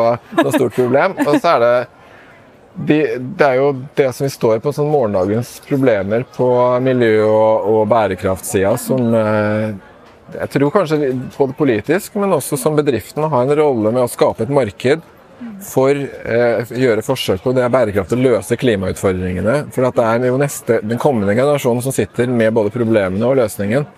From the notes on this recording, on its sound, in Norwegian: Trondheim Tech Ports InnovasjonsPodcast ble spilt inn under årets Trondheim Skaperfest , midt på torvet i teknologihovedstaden Trondheim. Podcasten er gjort mulig i samarbeid med Nomono , som lånte oss sitt bærbare podcast-studio, fylt med splitter ny lydteknologi fra SINTEF .